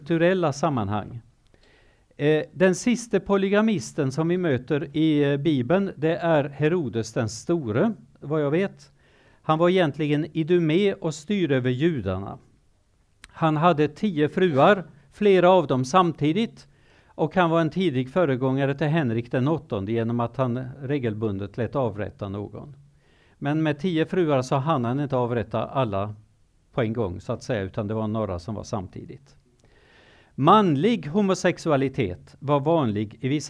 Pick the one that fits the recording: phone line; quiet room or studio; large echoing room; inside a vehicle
large echoing room